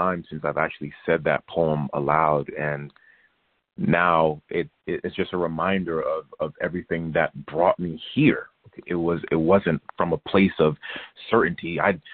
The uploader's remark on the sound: Monthly youth conference call